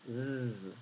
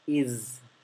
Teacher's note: la palabra is, que significa es del verbo to be, se pronuncia con la S zumbada. Z, no es una S suave, no es is, es is.